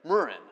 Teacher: The emphasis is on the first syllable.